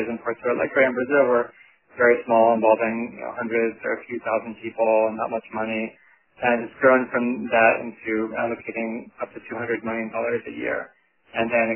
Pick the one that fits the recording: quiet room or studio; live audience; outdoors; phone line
phone line